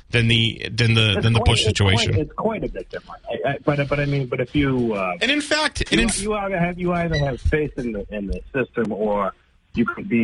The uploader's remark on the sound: takes calls from the audience